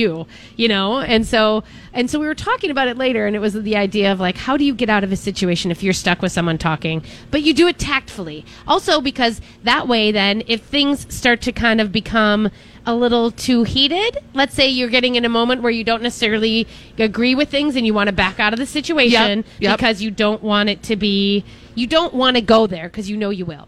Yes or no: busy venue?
yes